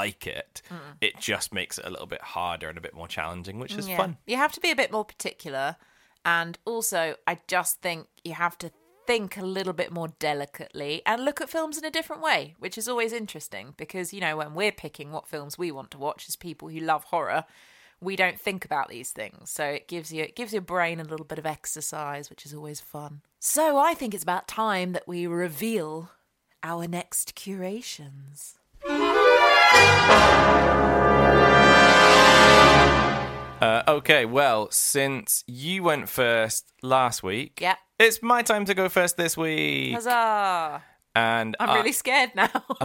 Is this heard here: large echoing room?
no